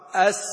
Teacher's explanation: أما السين فهي مستفلة منفتحة يأتي فيها صوت الصفير أقوى